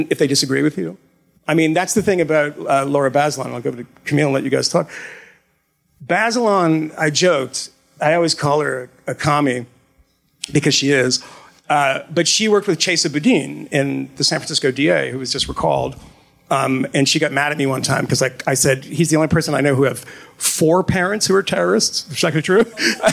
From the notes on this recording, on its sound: Live in Philly. Talked to a room full of students at FIRE’s annual student conference in Philadelphia.